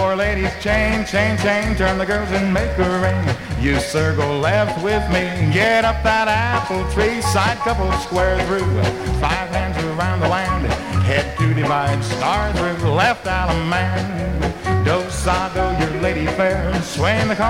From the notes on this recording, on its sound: From the 1964 Blue Star Jubilee Square Dance held in the Sam Houston Auditorium. 1964 Blue Star Jubiliee in Houston, Texas.